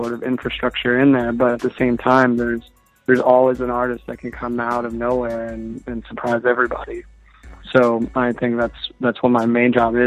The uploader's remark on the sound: The Music Industry Conference Call